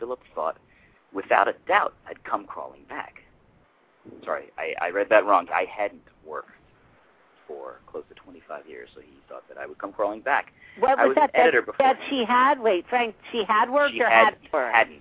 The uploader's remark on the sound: live call-in radio talk show